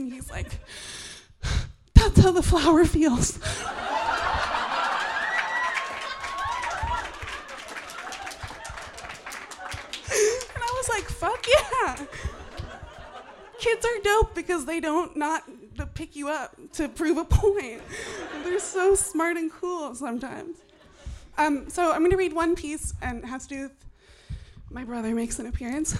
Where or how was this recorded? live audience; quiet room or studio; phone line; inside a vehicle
live audience